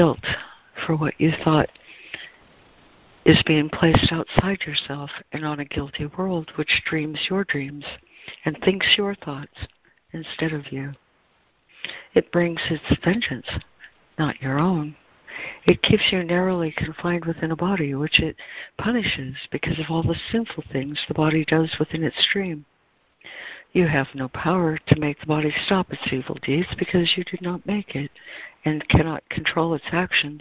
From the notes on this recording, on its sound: ACIM Daily Conference Call